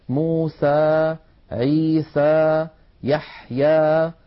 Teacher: ليس لا فتحا مبالغا فيه ولا فتحا مخلوطا بياء، فتحا وسطا · Term: الألف